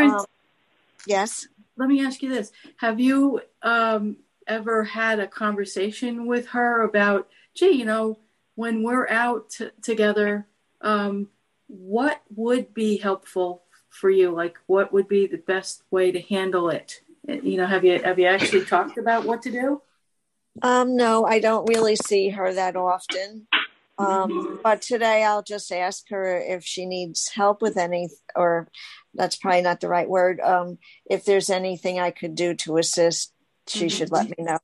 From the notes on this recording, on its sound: CCLVI Zoom Call Recording 12/17/21. Enjoy the informative and helpful community discussion we had on oir 12/17/21 Friday Coffee Hour Zoom call!